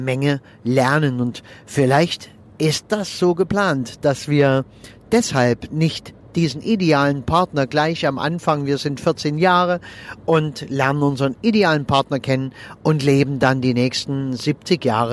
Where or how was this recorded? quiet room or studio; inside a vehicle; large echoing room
inside a vehicle